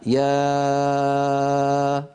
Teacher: فإن هذه الألف ينشأ صوتها من الوترين الصوتيين، من بداية السهم الأول الذي ترونه على اللوحة اليسرى، من هنا ينشأ الصوت ويتابع الصوت طريقه خارجا إلى خارج الفم.